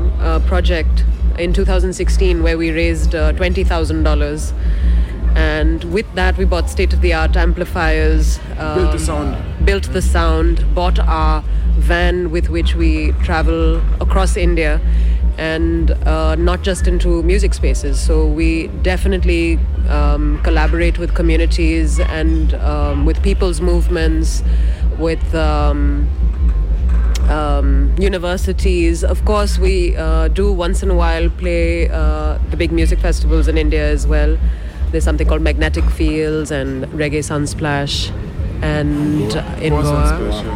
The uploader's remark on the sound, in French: Réalisée au Festival Dubcamp 2023. Radio Canut.